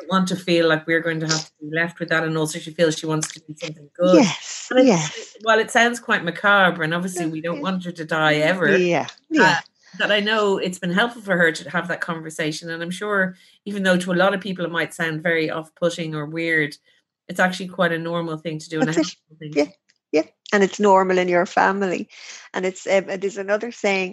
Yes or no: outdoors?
no